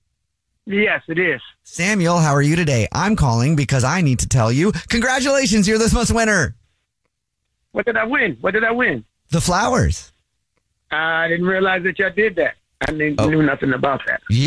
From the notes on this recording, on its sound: On the phone in this War of the Roses to Catch a Cheater. War of the Roses is when someone calls The Jubal Show because they think that their partner is cheating so we call them offering services in order to catch them cheating.